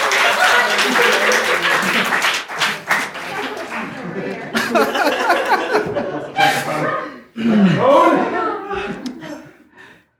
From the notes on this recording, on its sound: LIVE and UN-EDITED from Packrat Comics! Hear us hit our cues and perform jokes. (Hear us miss both of those too.)